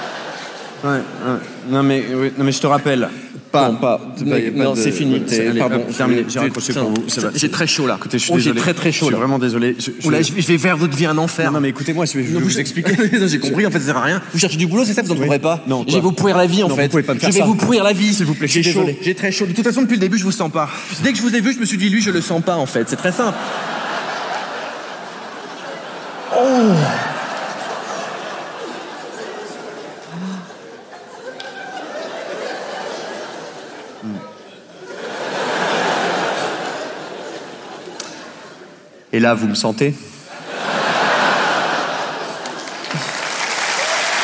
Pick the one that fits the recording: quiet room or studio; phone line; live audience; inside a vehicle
live audience